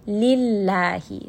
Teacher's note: So it's very light. You're not going to raise the back of the tongue.